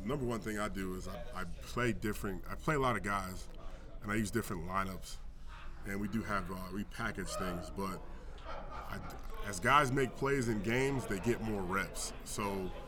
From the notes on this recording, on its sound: This episode was originally recorded at the New York State High School Football Coaches Association Clinic.